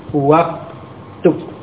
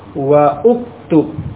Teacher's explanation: Karena dia di tengah-tengah kalimat ada kata lain yang mendahuluinya, ada wawu yang mendahuluinya. Sehingga hamzahnya tidak diucapkan. · Shown in: first take · Waktub. Wawu langsung ke kafnya. · Term: hamzah wasal